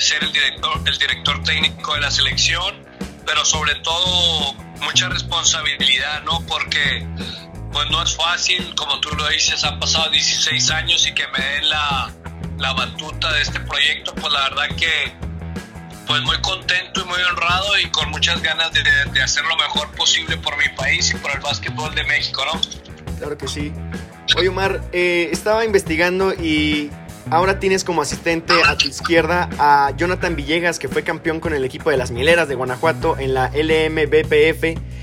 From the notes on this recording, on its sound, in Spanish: El día de hoy te traemos la entrevista telefónica que tuvimos